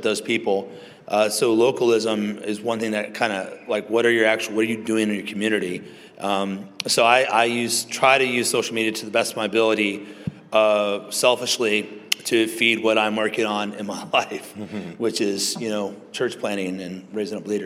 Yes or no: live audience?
yes